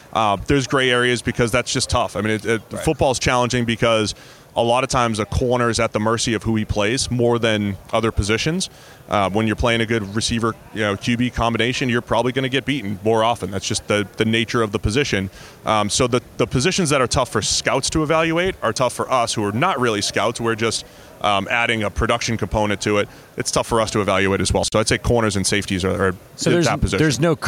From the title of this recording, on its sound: Live from Super Bowl LVII